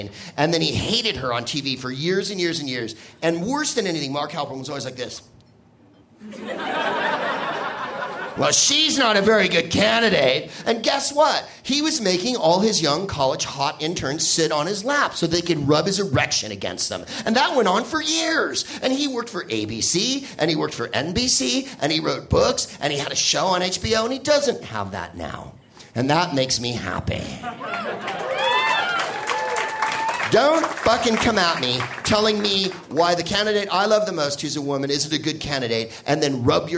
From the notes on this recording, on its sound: Live from Comedy Works in Denver